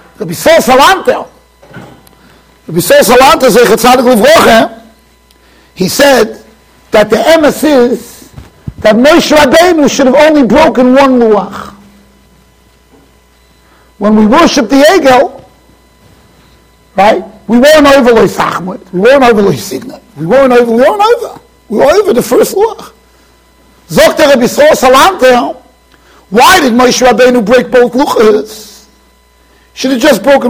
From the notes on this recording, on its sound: Shiur recorded in Yeshivas Ohr Reuven, Monsey NY.